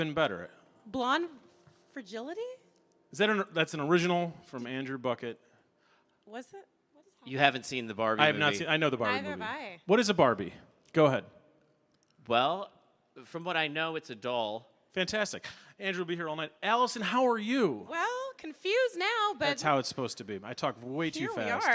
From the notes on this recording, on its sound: Live at The Kennedy Center